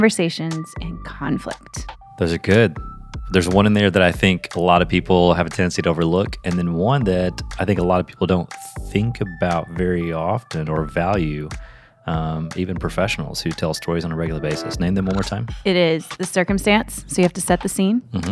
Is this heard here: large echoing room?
no